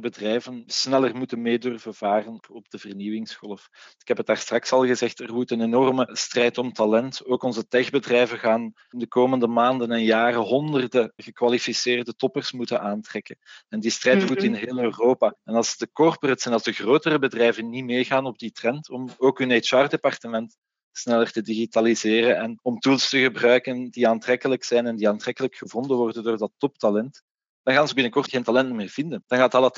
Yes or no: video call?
yes